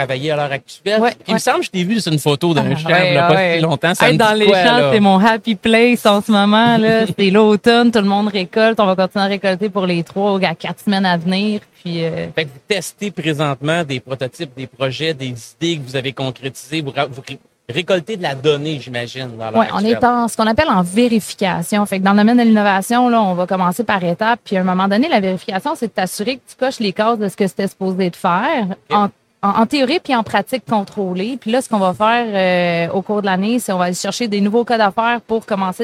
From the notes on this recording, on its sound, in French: En direct du Salon Industriel de Terrebonne